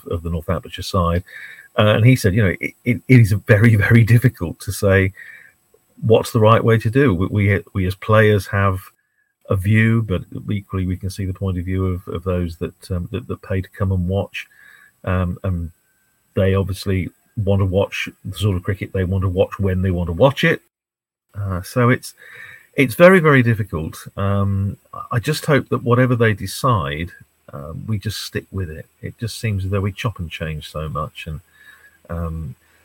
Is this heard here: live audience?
no